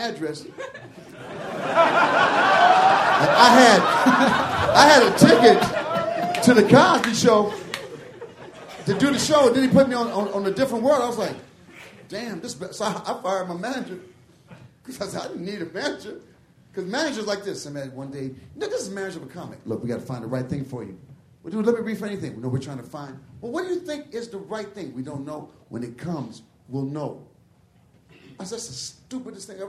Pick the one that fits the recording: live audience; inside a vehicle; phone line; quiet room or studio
live audience